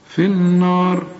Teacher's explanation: إنما عند الوقف هنا النار الراء دي هنفخمها، لكن النون والمد مرققين في النار